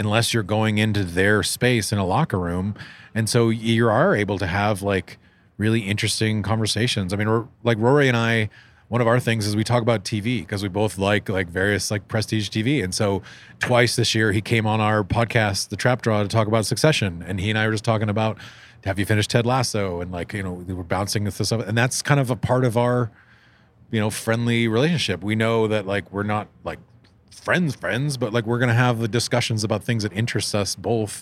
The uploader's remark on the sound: Live From the U.S. Open